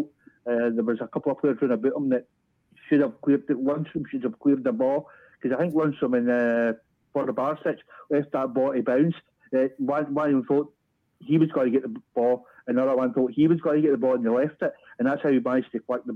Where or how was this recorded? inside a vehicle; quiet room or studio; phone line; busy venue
phone line